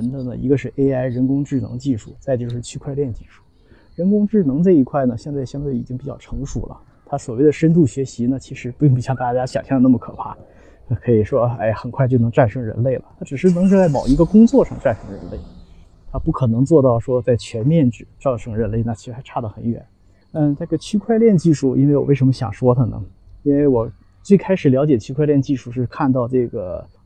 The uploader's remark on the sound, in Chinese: 在陪两个女儿打网球时录制